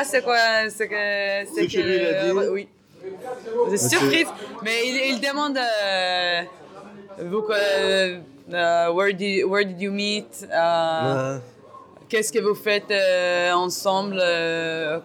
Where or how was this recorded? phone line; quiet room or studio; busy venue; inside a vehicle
busy venue